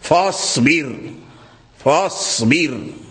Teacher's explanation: الساكنة التي تقدمها كسر، فالقراء كلهم يقرؤونها بالترقيق، ورش وغيره بالترقيق، الراء إذا كانت ساكنة وقبلها كسر فجميع القراء يقرؤونها بالترقيق